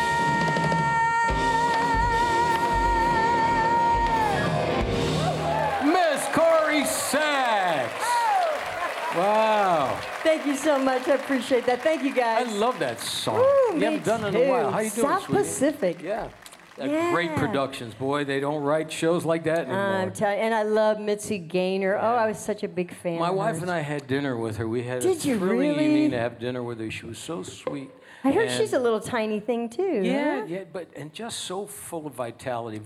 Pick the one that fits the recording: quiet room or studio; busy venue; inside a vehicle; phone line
busy venue